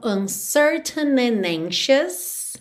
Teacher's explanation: quando a próxima palavra começa em vogal, eu já junto o N na próxima vogal e esqueço do D, ok? Então, uncertain and anxious.